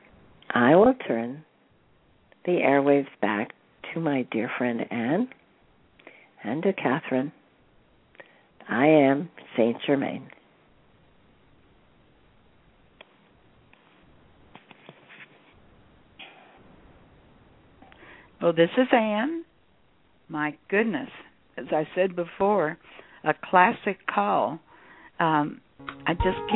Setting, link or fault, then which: link, phone line